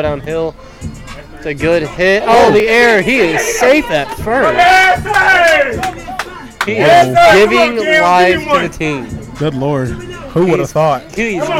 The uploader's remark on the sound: live from the dugout during the softball game